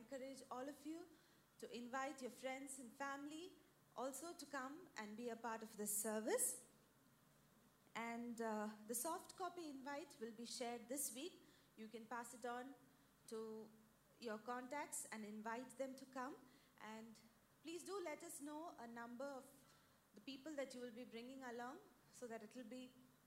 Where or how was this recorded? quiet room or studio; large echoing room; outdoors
large echoing room